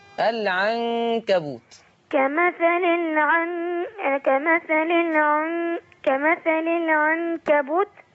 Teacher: لما تيجي نون معناهاش تشكيل ويجي بعدها حرف الكاف اديله غنة